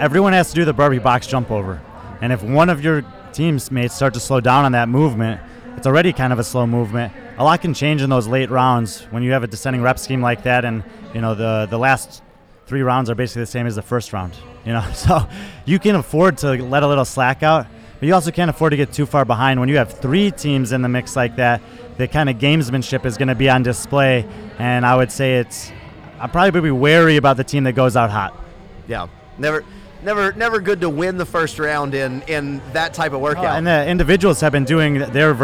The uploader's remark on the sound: Joins us live at the competition on Sunday morning.